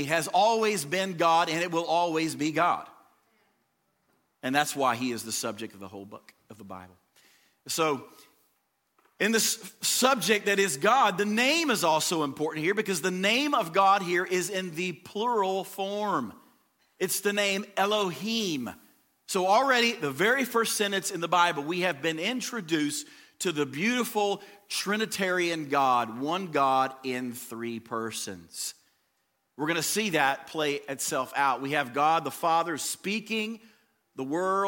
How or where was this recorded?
large echoing room